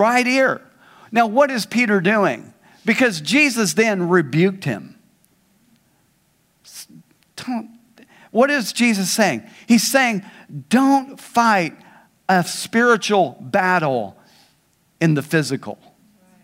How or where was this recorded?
large echoing room